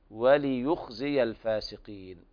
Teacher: ننبه أيضا أحباب الكرام على تحريك اللام بالكسر